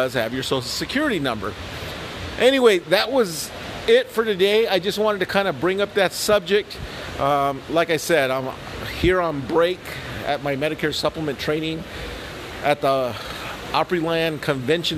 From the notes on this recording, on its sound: Live from Opryland Resort and Convention Center in Nashville.